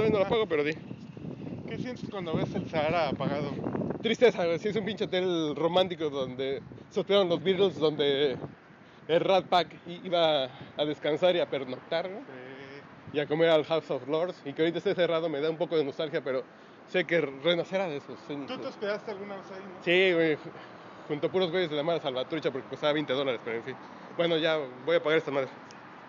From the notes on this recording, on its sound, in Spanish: Desde el Strip de Las Vegas. Ahora vamos a la vez cuando estuvimos en Las Vegas.